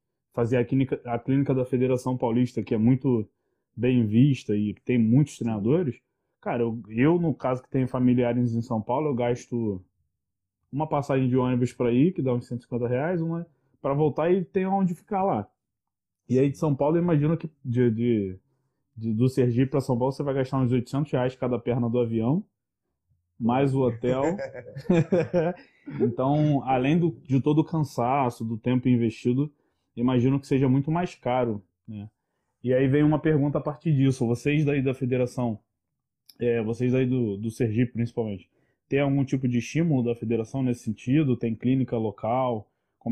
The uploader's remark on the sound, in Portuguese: Episódio que foi gravado durante um bate-papo de super aprendizado por uma live do INSTAGRAM